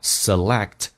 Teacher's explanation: 这个 k 是不用发音的，因为 k 后面是一个 t，两个辅音在一起，美式发音只用发后面一个